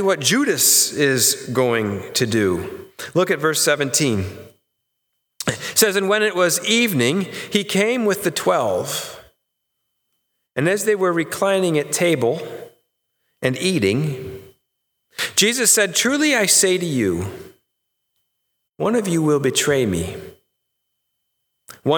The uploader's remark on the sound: Sermon recorded live AT HOLLAND FMC on 10/4/2020! The service was held indoor with many adjustments to provide a safe experience.